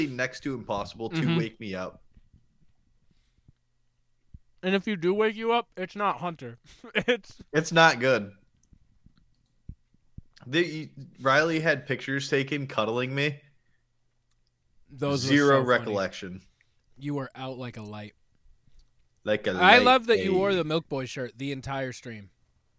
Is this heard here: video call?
no